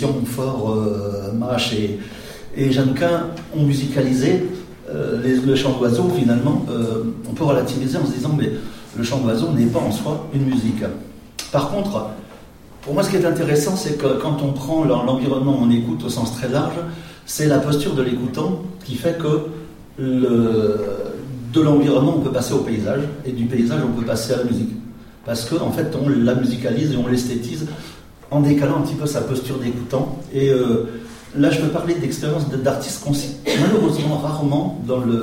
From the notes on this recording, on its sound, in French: Une intervention dans un colloque autour du Paysage sonore organisé parle CDMC et le Festival Détours de Babel à Grenoble.